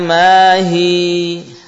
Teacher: هي menjadi hi karena ya-nya sukun. Ya sukun didahului kasrah, jadilah dia huruf mad.